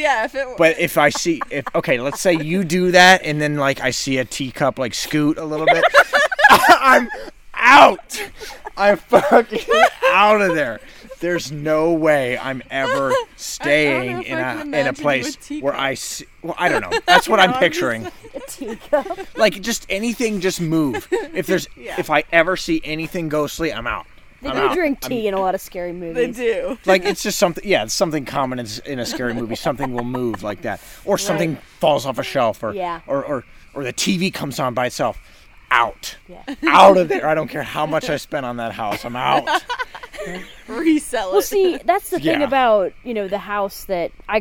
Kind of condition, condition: setting, outdoors